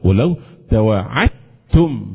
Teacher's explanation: ادغام الدال في التاء، هنا حرفين مالهم متجانسين ايه صغير حكم الادغام، اذا ليس اي حرفين متجانسين حكم الادغام، انما هنا من حروف التجانس اللي فيها ادغام ادغام الدال مع التاء هكذا، ادغام تم كامل التشديد، مفيش اثر من المضغم، لا عت عت اهو هكذا تقرا عت توعدتم، خلاص مش توعدتم لو اختلف، لا ولو توعدتم هكذا.